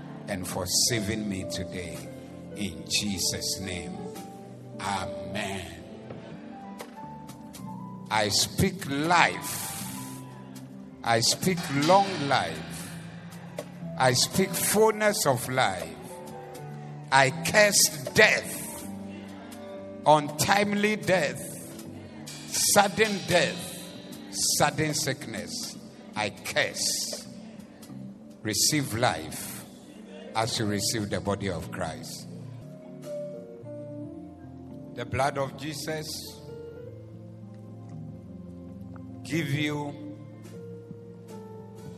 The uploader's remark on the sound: Preached at the Doxa Service 14052023